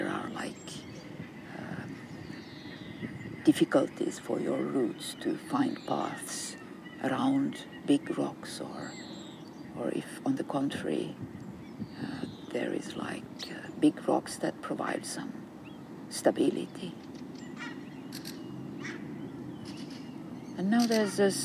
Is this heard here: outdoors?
yes